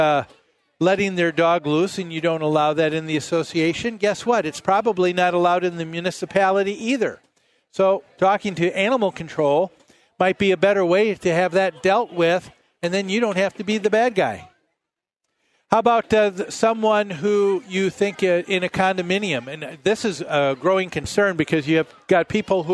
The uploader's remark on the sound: Live at the MN State Fair